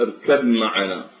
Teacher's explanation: ولكن الباء تخرج الهواء فيها يخرج من الفم، والميم الهواء يخرج فيها من الأنف